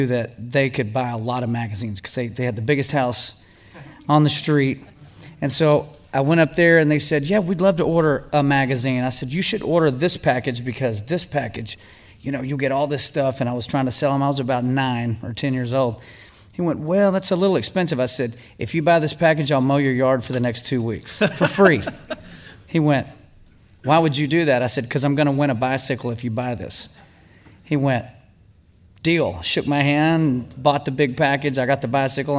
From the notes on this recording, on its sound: live podcast straight from EntreLeadership Master Series